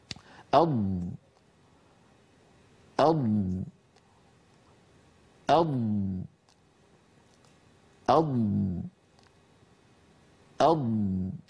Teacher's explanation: هل لاحظتم كيف أن صوت الضاد يستطيل وأن صوتها الرخو يجري قليلا كبقية الحروف الرخوة